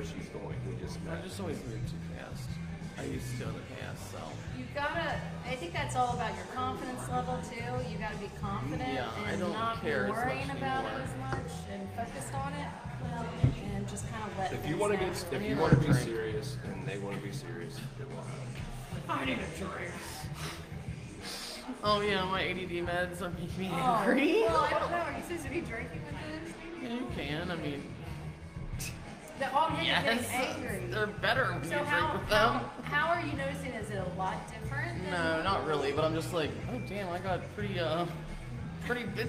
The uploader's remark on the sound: We are LIVE at Pandemonium in Latonia, KY